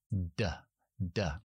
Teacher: Hacemos una D, que es una consonante alveolar, la lengua está detrás de los dientes, sin tocar los dientes en la zona de opalada arriba, y cogemos presión y explota con voz, D, D, seguido por la I, di, D largo.